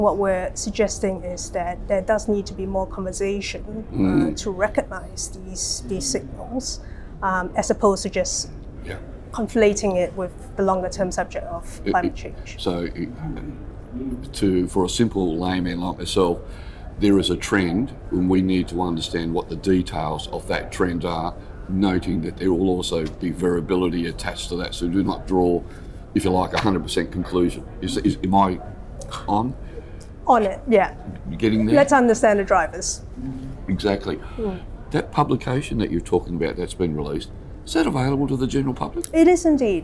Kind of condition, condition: setting, busy venue